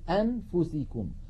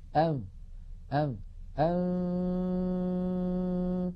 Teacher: إذن الفم مهيئ على مخرج الفاء، وينطق القارئ من أنفه غنة فقط فقط · Shown in: second take · فإذا انتهى زمن هذه الغنة وزمنها غنة كاملة ممطوطة، سنتكلم عنها بإذن الله في الحلقة القادمة عن أزمنة الغنن، أنفو، فإذا وصل إلى الفاء نطق الفاء وليس معها غنة. · Term: إخفاء